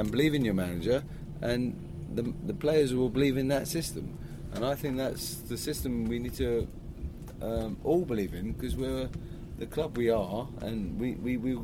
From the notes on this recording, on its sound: Podcast from the Pubs. The Beesotted crew took to the road to record this episode - finding a number of drinking establishments in the West Midlands who would happily accommodate our portable studio. They recorded in an Egyptian bar in Birmingham, the back of a taxi and a punjabi pub/indian restaurant a short walk away from St Andrews.